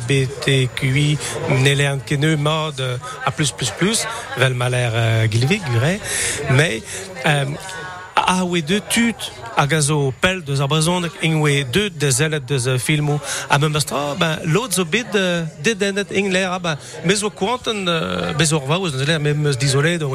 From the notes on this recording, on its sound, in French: France Bleu Breizh Izel est en direct du Festival du Film de Douarnenez.